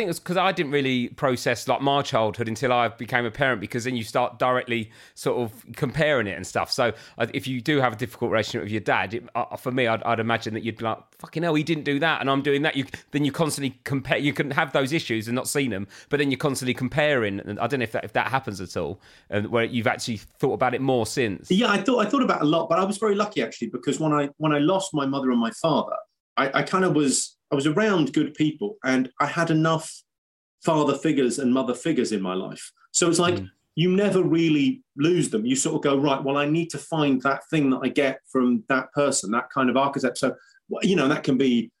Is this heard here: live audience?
no